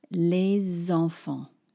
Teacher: I'm putting that S on the beginning of enfant, and an S on its own in French becomes a Z. · Term: liaison